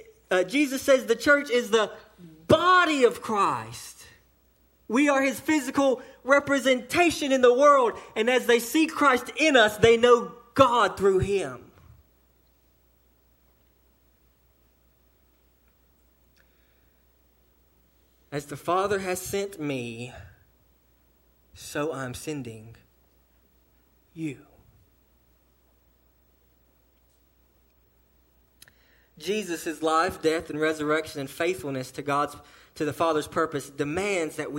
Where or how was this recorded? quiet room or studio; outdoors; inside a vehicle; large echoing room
large echoing room